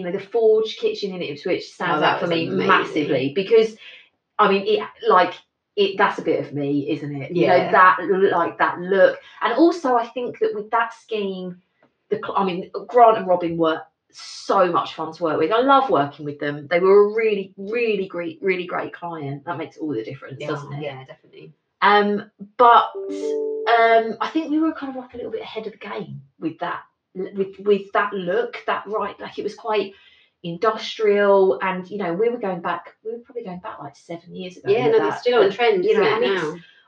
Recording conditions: poor sound quality